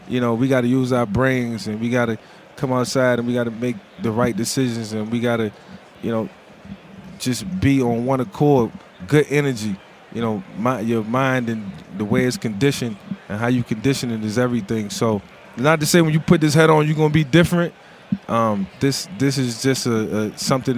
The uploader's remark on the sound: live on Radio Row at Mandalay Bay in Las Vegas ahead of the Super Bowl